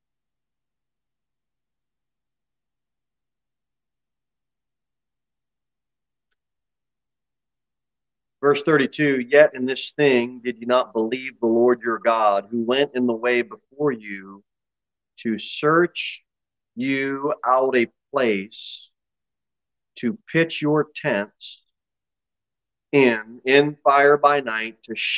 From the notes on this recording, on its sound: Sermon delivered at Pilgrim Baptist Church